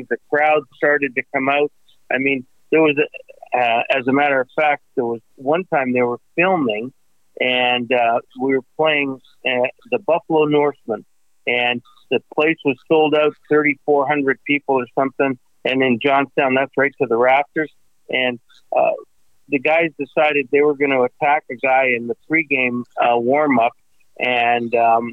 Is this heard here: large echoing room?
no